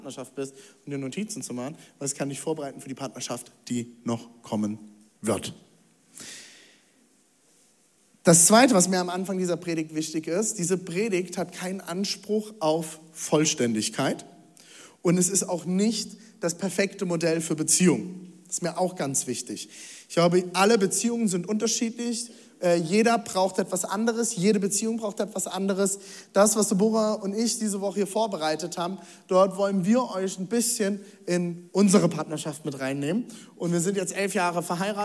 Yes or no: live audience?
yes